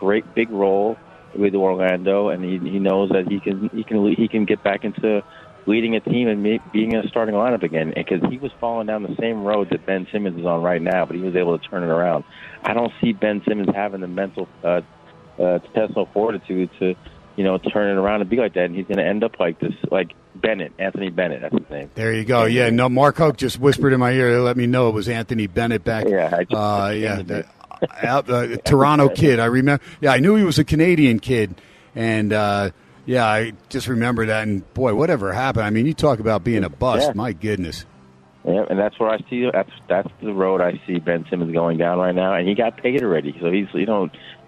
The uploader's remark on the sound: "Live" from #SteinersPub in Las Vegas